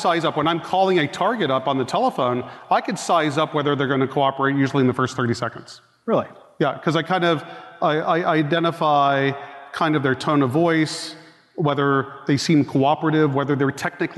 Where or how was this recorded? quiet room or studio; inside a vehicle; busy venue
busy venue